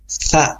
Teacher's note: Bunyi sa itu tempatnya di ujung lidah kita ke ujung gigi seri atas kita.